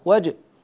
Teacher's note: الجيم مقلقلة وجه، والقلقلة لا تكون إلا بالجهر البالغ، يعني يجب أن تسمع غيرك القلقلة وجه.